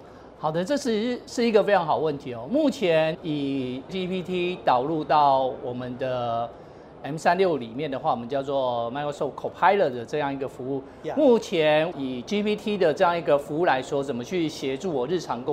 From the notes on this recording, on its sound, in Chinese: 把錄音室帶到AI EXPO Taiwan的展覽會場